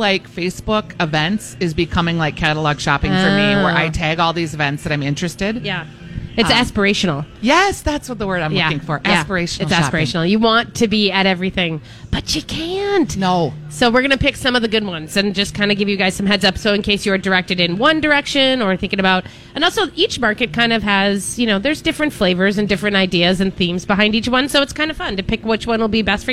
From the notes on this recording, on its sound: Live Broadcasting at El Burrito for a myTalk Santa Project!